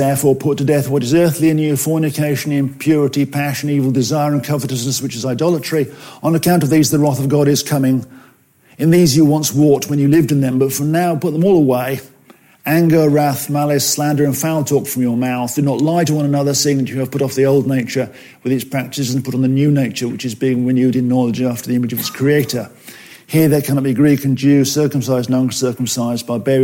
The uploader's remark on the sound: At FWS 2021. From 2021's Fellowship of Word and Spirit Conference, "Refresh - renewing our passion for godliness".